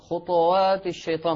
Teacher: لابد من التحقيق السكوني مع التفخيم دون الميل ميلا كاملا للضم